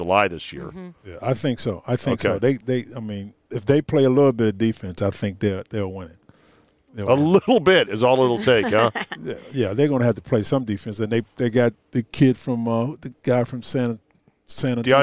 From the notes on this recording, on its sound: outside the Palm in Tysons Corner